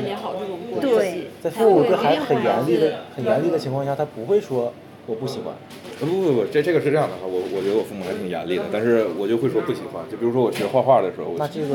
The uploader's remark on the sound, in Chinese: 这一期在麦当劳录的，可能会有很大的杂音。